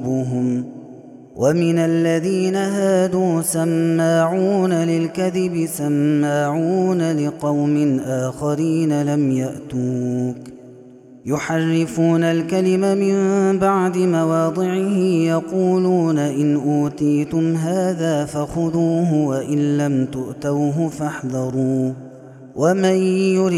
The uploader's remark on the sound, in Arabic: هذا التسجيل من صلاة التراويح